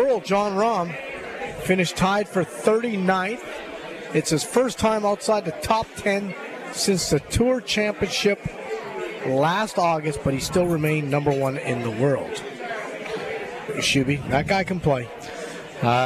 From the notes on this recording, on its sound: LIVE From Felix's Fish Camp!